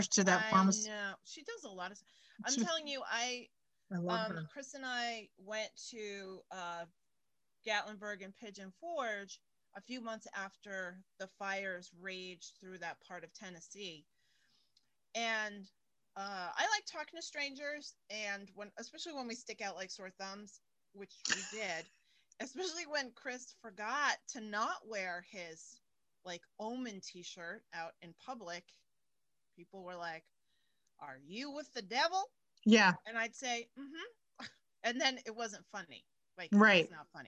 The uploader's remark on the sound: zoom it up with a catch up